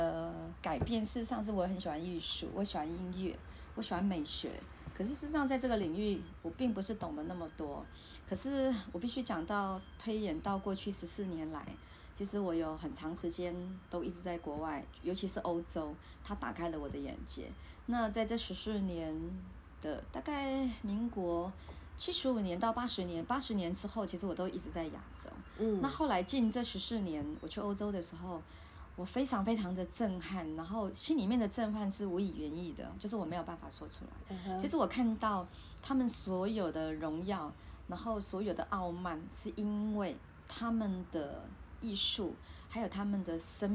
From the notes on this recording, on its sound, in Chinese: 錄音設備：iPad Pro 2020